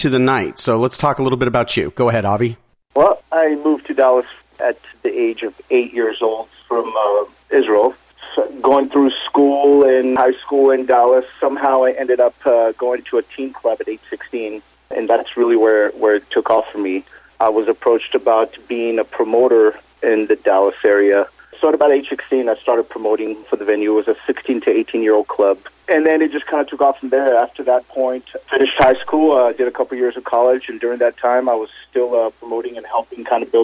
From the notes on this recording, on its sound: called in to SmallCapVoice